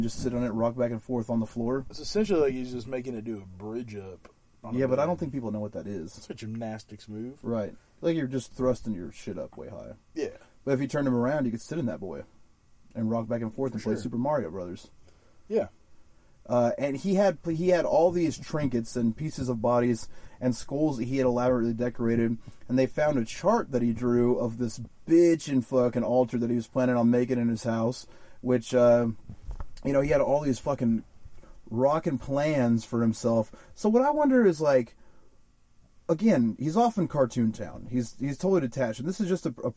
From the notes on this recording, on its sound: we recorded this episode in a RV